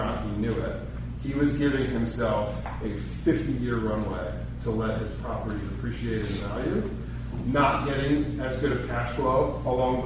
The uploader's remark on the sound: This episode is the audio from our July 2023 meetup